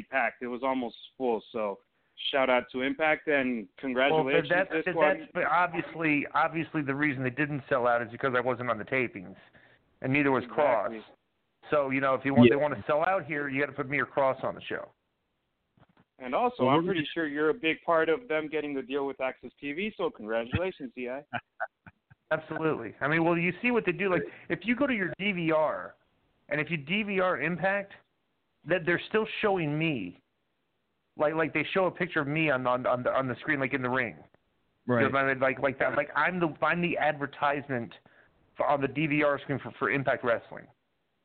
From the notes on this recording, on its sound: Call In Show